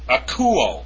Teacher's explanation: So if we go back to the first form above, you'll see akouo, and you'll see an acute above the upsilon there. So it's pronounced akouo, with the accent on the U